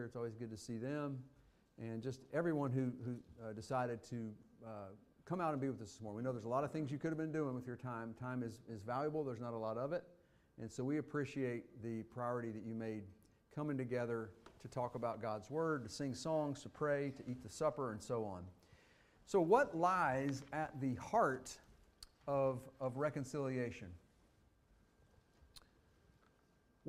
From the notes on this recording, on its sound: Fuquay-Varina church of Christ sermon audio from Sunday, March 5, 2023.